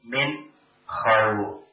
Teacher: Nun sukun bertemu dengan kha. Maka dibaca jelas.